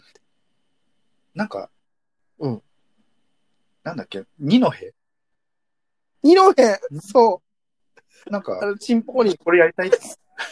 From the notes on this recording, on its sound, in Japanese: 最初だけなんかちょっとずれてる。。ZOOM収録です。